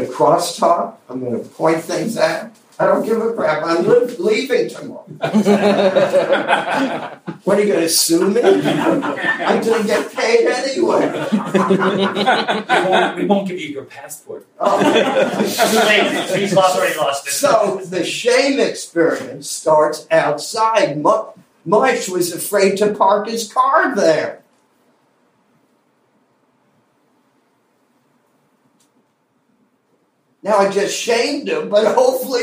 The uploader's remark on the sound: Sorry for the quality of the recording. Cleaned up as best as possible.